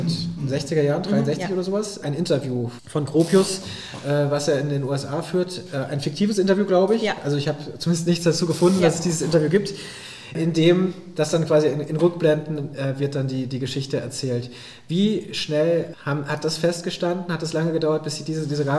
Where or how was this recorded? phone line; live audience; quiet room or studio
live audience